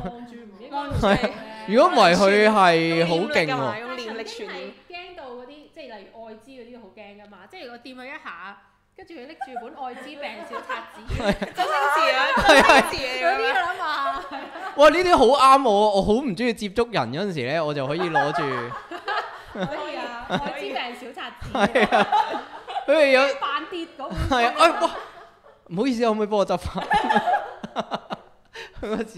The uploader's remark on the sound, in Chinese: 今次係有現場觀眾